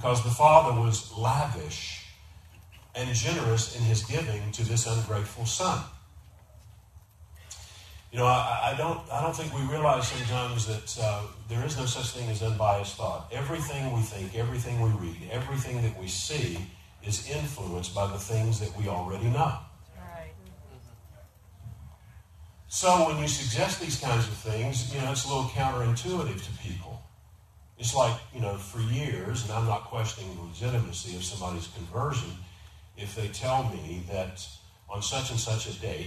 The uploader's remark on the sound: We had technical difficulties recording this Sunday, please excuse the poor sound quality.